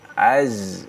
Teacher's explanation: Antara gigi ya. Antara ujung lidah dengan gigi seri yang bawah. · Term: زَي